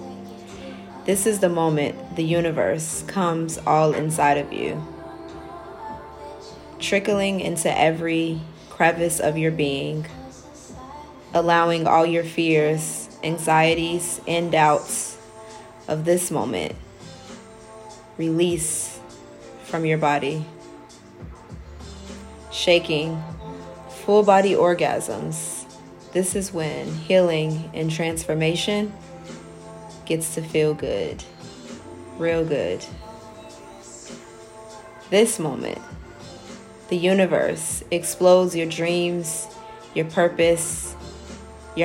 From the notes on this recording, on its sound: I decided to record myself reading it with a song in the background that was jamming that night. The lights were dim.